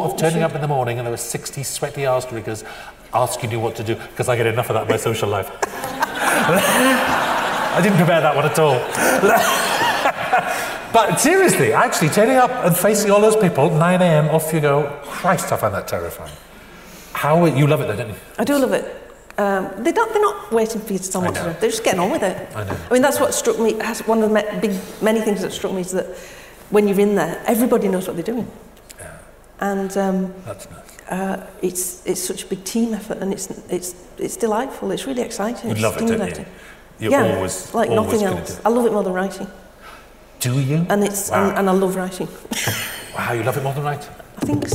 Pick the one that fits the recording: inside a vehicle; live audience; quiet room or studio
live audience